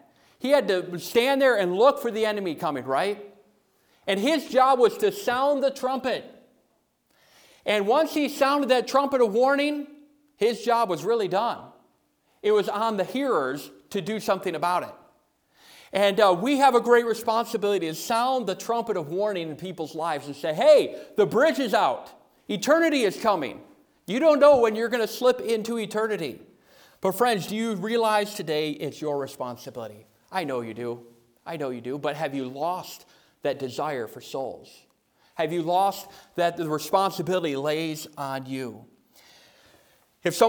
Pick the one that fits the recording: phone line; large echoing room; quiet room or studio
large echoing room